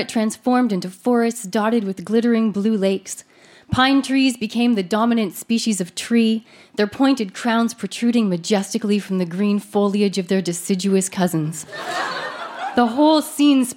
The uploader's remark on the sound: Recorded live at Electric Owl Social Club in Vancouver, BC.